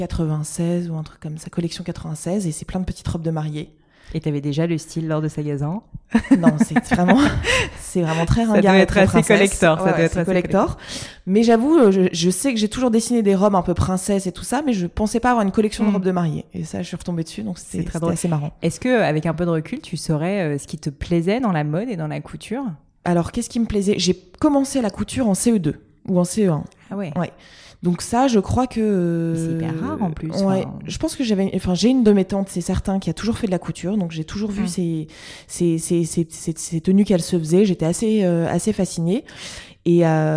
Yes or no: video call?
no